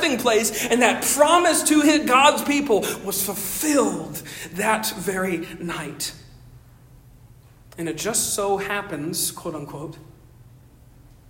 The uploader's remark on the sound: Originally delivered 25 June 2023 at Stonington Baptist Church, Paxinos, PA. Originally delivered 25 June 2023 at Stonington Baptist Church, Paxinos, PA.